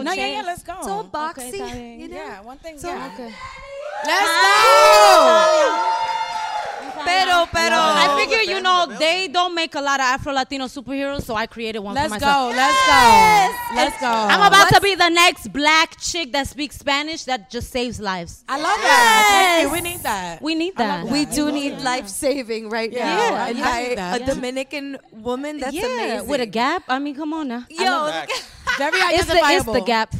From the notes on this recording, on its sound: For our first ever LOL in LA live episode.